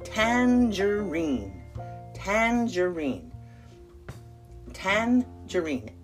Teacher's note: Emphasis on the first tan, but in the UK, it's tangerine.